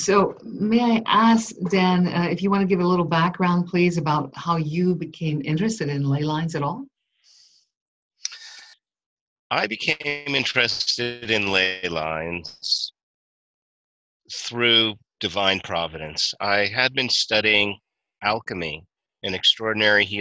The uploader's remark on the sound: Unfortunately, some Skype audio quality issues.